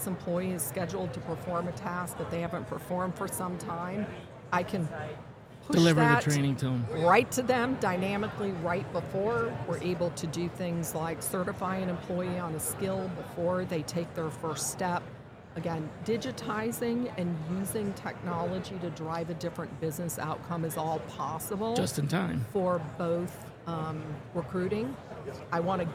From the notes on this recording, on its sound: Special mini series recorded with Oleeo at HR Tech 2023. Special mini series recorded with Oleeo at HR Tech 2023.